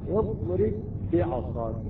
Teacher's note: اضرب باء ساكنة مع الباء المتحركة أصبحت باء مشددة · Term: الإدغام المتماثل